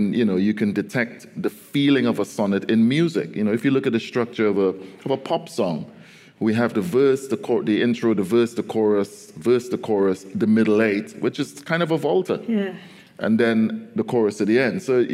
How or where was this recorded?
live audience